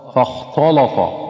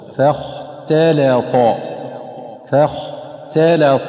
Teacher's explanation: ومثل فاختلط، فالبعض ينطقها خطأ فاختلط، والصواب أن يفخم الخاء والطاء ويرقق باقي الحروف · Shown in: second take